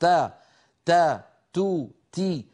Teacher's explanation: التاء يتحفظ بما فيها من الشدة لئلا تصير رخوة كما ينطق بها بعض الناس، مثل ما حد يقول تاء فترى فترى، الذي فيرخي لسانه ولا يحبس صوت التاء.